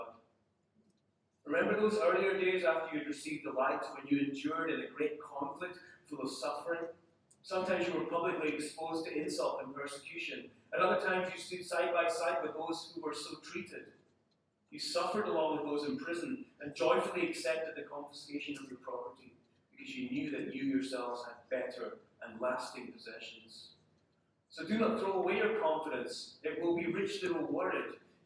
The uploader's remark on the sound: Unfortunately, we had some issues with our audio system, so the sound quality isn't what it normally is.